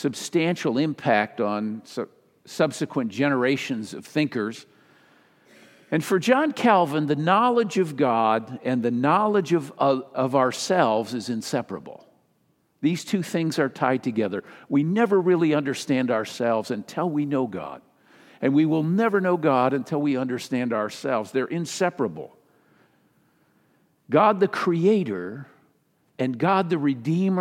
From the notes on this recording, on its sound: Sermon delivered during the Traditional Worship service.